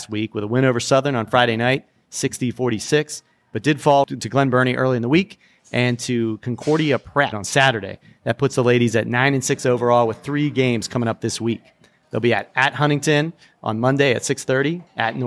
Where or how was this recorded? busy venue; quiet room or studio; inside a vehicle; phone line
busy venue